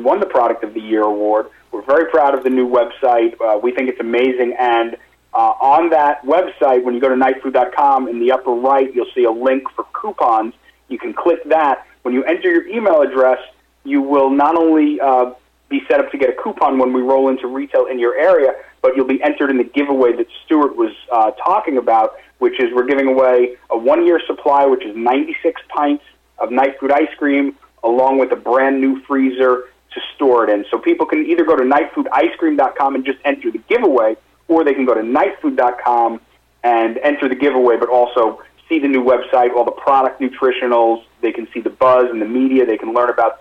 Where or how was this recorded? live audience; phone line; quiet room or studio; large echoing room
phone line